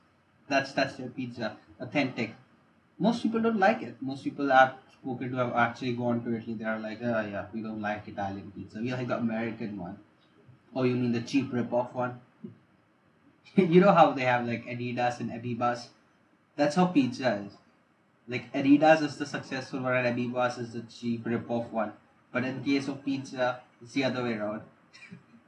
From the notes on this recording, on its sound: Ignore the bad audio.